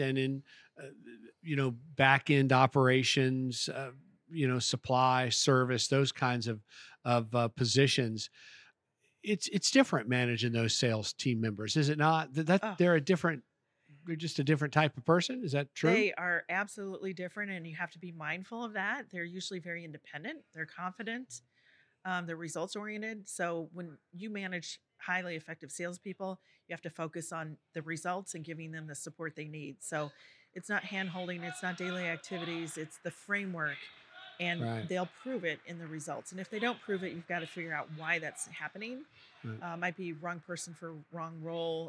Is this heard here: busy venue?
yes